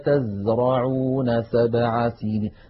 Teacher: نجد بأن حرف الزاي دائما يقرع السمع بقوة لما فيه من صفة الصفير